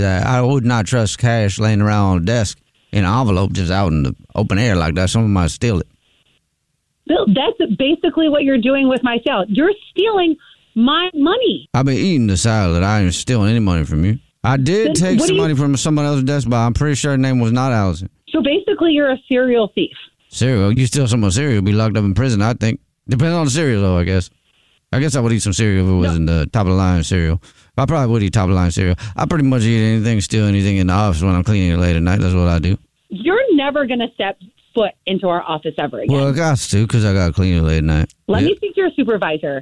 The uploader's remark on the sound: phone prank style